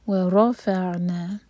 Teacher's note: ورونی کہنا و اور پھر رفعنا، تو را پر تھوڑا سا زور دیں گے تاکہ ورڈ الگ ہو سکے. و رفعنا، عین پر سکون تو یہاں پر جھٹکا نہ آئے، قلقلہ نہیں ہوگا